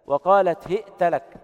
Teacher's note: هشام عن ابن عامر أهل الشام يقرأ هئت لك بكسر الهاء وإثبات همزة ساكنة بين الهاء والتاء وفتح التاء